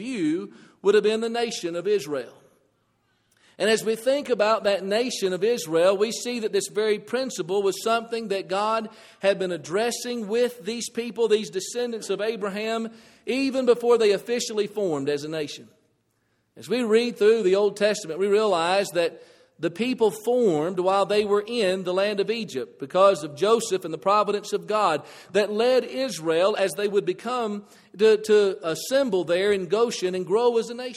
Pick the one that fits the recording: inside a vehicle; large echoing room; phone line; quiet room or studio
large echoing room